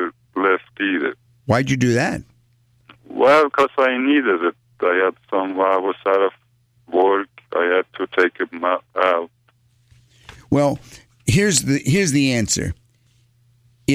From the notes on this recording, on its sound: Financial planning call-in show.